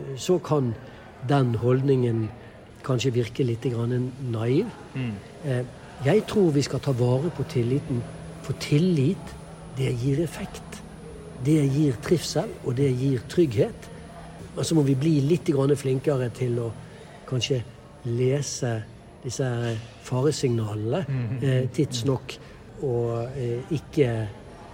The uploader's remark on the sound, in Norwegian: Vi beklager for lydbildet fra en veldig livlig stortingskantine, med en tidvis overivrig støvsuger i tillegg. Som inviterte oss inn på Stortinget for første dag av konferansen.